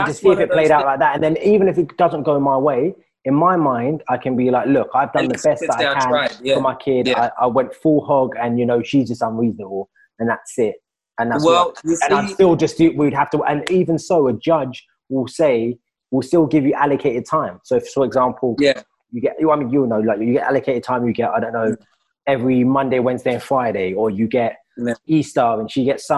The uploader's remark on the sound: Filmed over Zoom